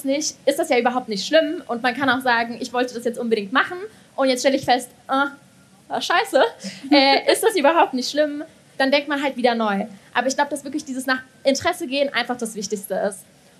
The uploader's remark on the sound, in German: LIVE in Mainz. In dieser LIVE-Aufzeichung vom Tag der offenen Uni in Mainz. Zentrum für audiovisuelle Produktion , Johannes Gutenberg-Universität Mainz.